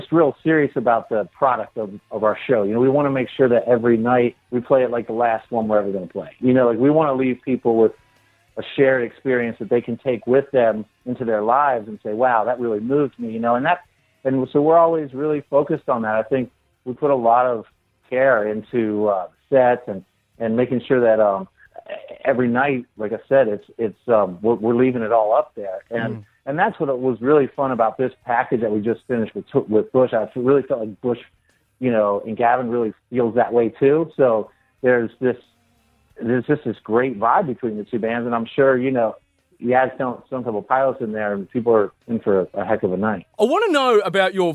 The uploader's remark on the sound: jumped on the phone